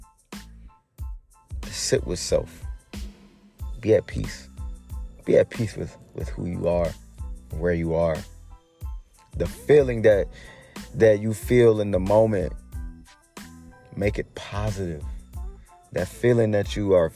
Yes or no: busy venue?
no